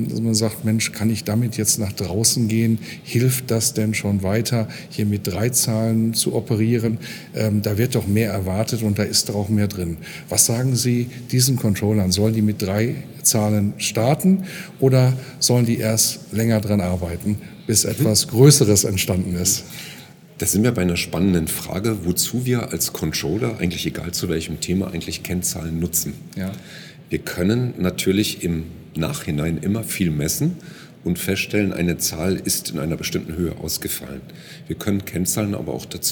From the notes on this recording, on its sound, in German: Im Interview auf dem CC 2018. Congress der Controller in München. Der Performance Manager Podcast war live vor Ort und hat auf der größten Controller-Fachtagung in Europa mit den Who‘s Who im Controlling geredet.